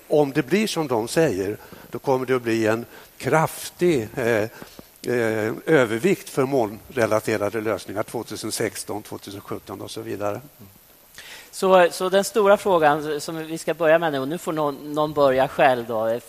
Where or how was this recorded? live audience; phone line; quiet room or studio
live audience